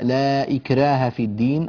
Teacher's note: الراء طبعا والألف التي بعدها مرققتان